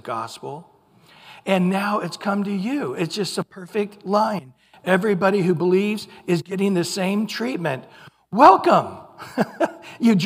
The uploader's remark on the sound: Recorded at Calvary Chapel of Los Alamitos on July 16 2023 on Sunday Morning Sermon